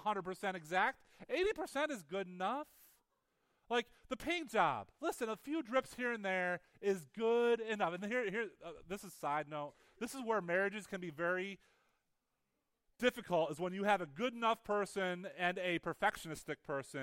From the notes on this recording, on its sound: Weekly teaching audio from Higher Hope Church in Big Flats, NY